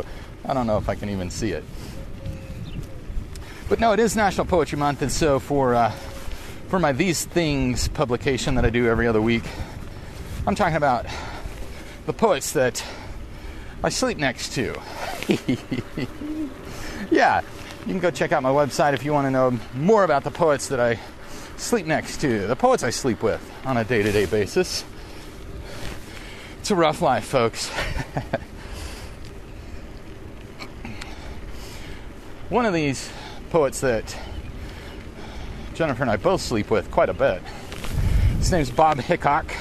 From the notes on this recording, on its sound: riding a bicycle in the rain